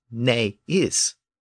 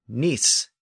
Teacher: And is not was ne is, and it was sometimes slurred together and rendered as nis · Shown in: second take · N-I-S. So he nis meant he is not.